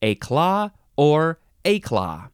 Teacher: you can emphasize either syllable, éclat or éclat